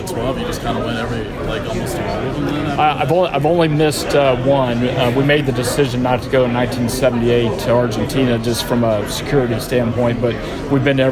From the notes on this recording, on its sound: This was part of a press conference at GEHA Field at Arrowhead. Took questions from reporters after their remarks.